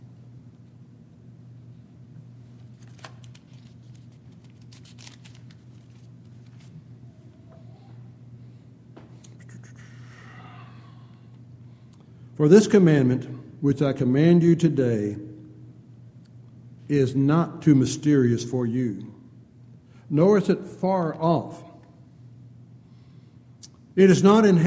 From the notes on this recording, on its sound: Downtown Church Of Christ Audio Sermon